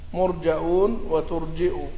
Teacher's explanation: بهمزة مضمومة بعد الجيم فيهما · Term: بالهمز